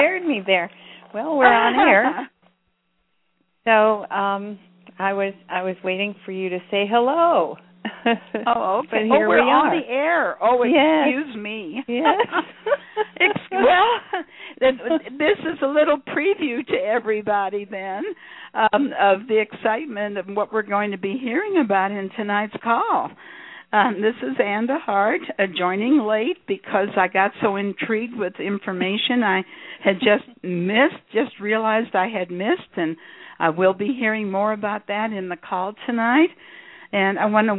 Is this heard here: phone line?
yes